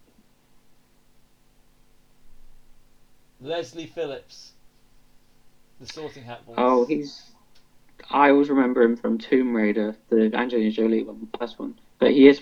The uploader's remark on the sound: Apologies for audio issues.